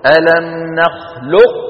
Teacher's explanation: وبعض القبائل كانت تبقي صفة الاستعلاء في القاف